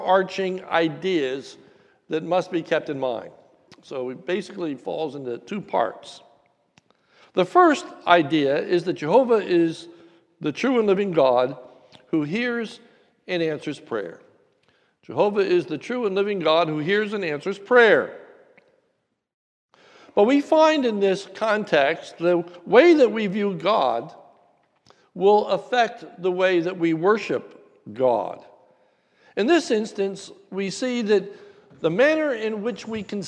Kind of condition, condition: setting, large echoing room